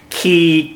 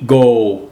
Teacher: Key, go. Key is a very small throat. It's tightened up. The tongue is shoved up towards the roof of the mouth, the back of the tongue anyway. Go lays the tongue down. The throat opens up.